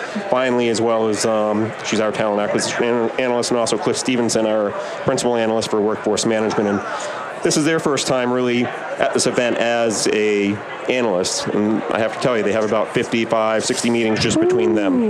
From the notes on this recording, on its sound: LIVE from Las Vegas, at #HRTechConf